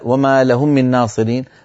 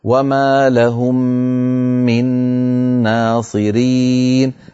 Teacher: وما لهم من ناصرين، لهم من هنا ميم مع ميم، الحكم إدغام، أدغمنا الميم الأولى في الثانية، فلا بد من تطويل الغنة · Shown in: second take · فلا نقولها بسرعة ولا وما لهم من ناصرين، بل نقول وما لهم من ناصرين، فنبين الغنن في الميمات والنونات المشددة.